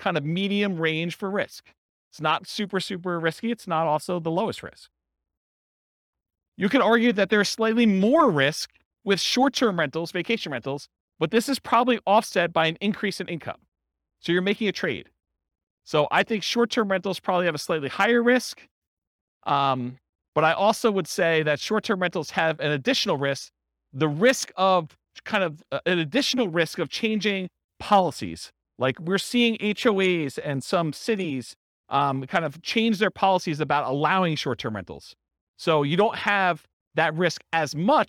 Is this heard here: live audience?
yes